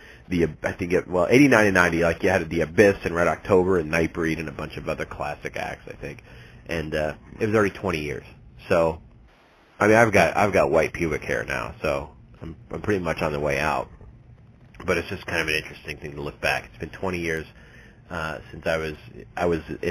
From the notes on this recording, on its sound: Live Morning Call-In Show